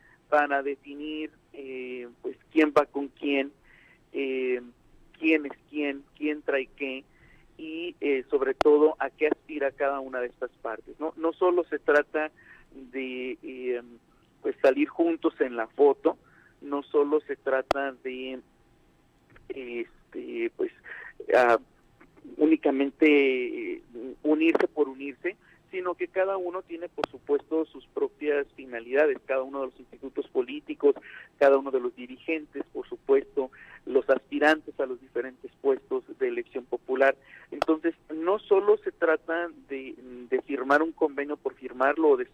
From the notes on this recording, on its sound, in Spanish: Vía telefónica.